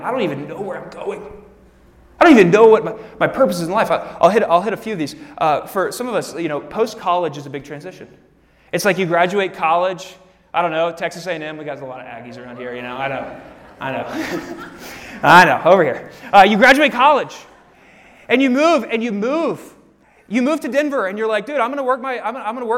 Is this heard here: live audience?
yes